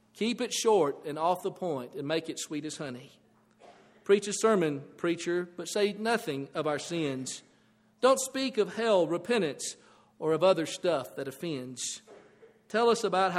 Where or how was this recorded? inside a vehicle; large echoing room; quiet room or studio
large echoing room